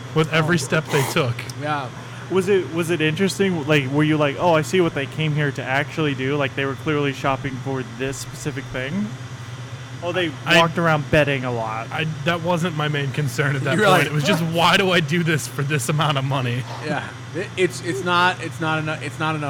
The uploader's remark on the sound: on location at Round Town Brewery